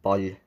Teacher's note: Du kan bruke tjukk L i en L-lyd, som for eksempel i ball. Jeg vil ha sagt ball, ikke ball.